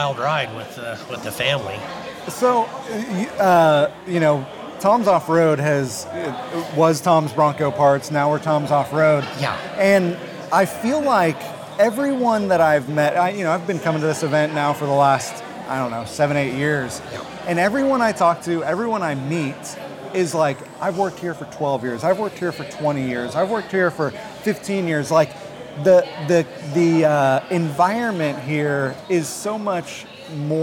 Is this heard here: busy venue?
yes